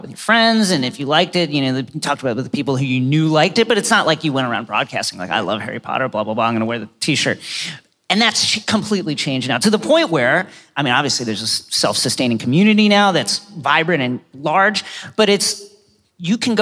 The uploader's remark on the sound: Live From LeakyCon 2018